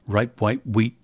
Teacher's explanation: they have a tendency in their everyday American English to cheat on final plosive consonants